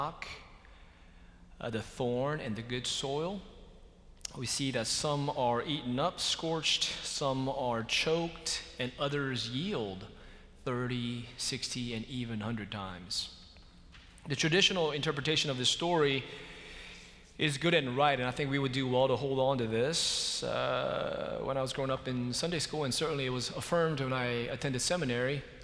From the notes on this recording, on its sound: Worship at Myers Park (ASL). Live from Myers Park United Methodist Church in Charlotte, North Carolina.